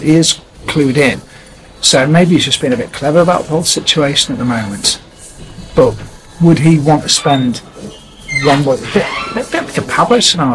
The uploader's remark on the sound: What better way to celebrate than us all coming together as a team for the first time this season and record our final podcast at the iconic Old Peacock Pub at Elland Road.